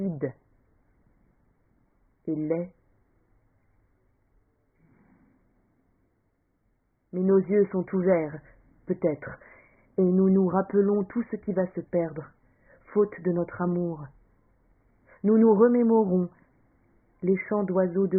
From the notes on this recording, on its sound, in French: Je l’ai enregistré avec mes moyens humbles.